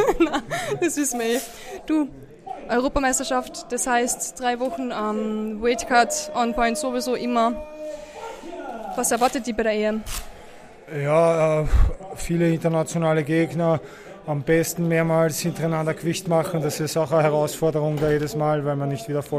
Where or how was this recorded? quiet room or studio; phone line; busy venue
busy venue